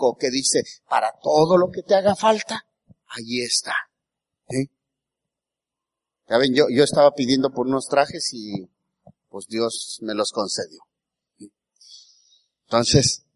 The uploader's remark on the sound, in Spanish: En la Iglesia Bautista el Cristo.